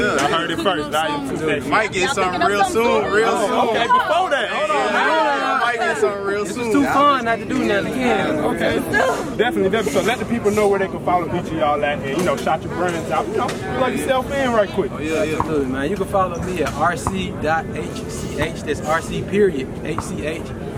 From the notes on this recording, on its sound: We're Live At Central Park School Drive.